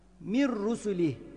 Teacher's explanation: nun ra'ya katılıp şeddeli okunuyor gunnesiz olarak. Bu da idgam bila gunne idi.